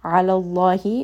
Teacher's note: name of Allah here is going to be heavy because the letter before has a fatha. So if the letter before has a fatha or a dhamma, name of Allah will be heavy.